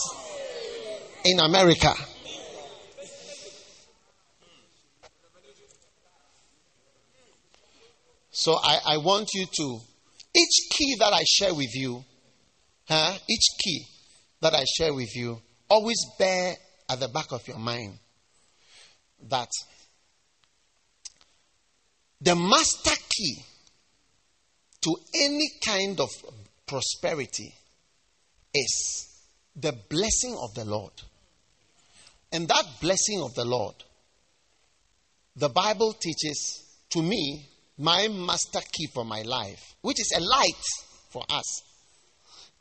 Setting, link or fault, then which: setting, large echoing room